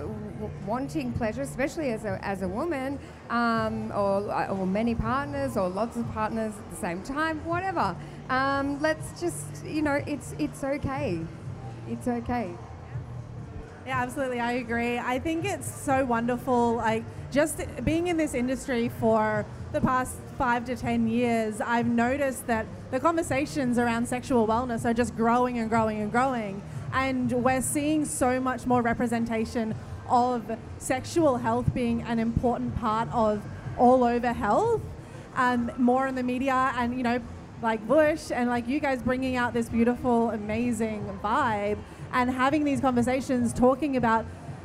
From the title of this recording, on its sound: Live From Love X